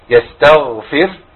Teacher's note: يستغفر فيها غين ساكنه فيها رخاوه برضو